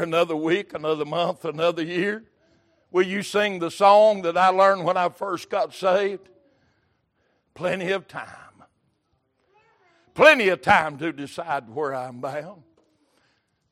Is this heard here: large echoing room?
yes